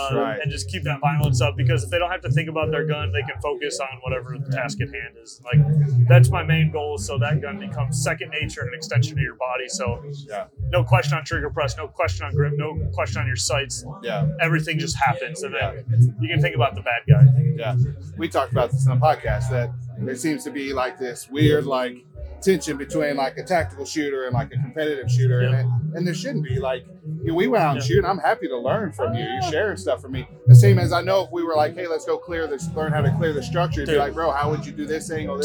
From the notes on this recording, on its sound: On Location at the Smith & Wesson Grand Opening. Were invited to the Smith & Wesson Grand Opening & Fall Festival in Maryville, Tennessee, back in October.